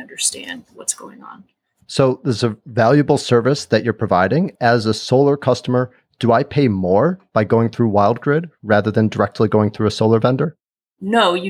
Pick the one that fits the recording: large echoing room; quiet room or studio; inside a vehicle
quiet room or studio